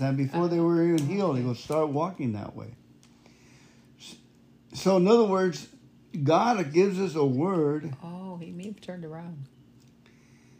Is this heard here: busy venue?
no